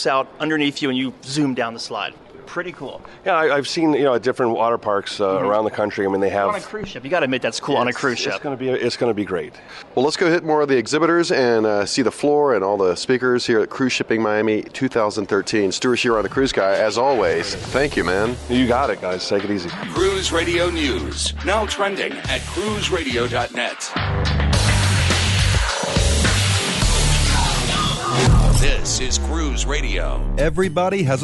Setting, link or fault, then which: setting, busy venue